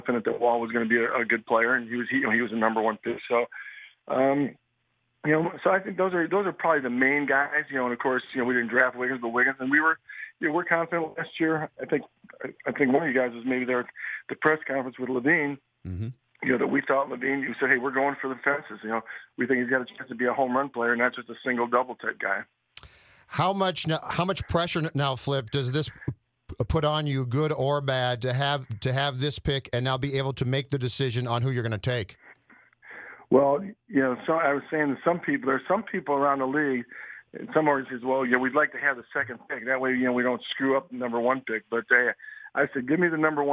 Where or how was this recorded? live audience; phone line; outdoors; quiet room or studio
phone line